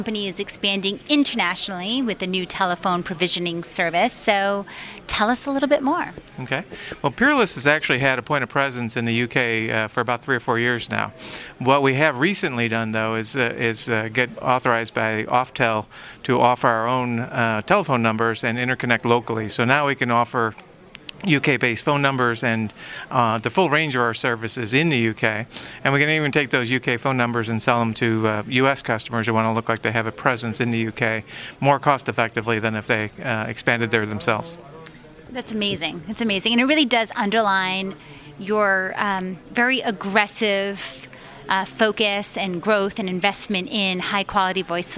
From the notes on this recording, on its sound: live at ITW 2019 in Atlanta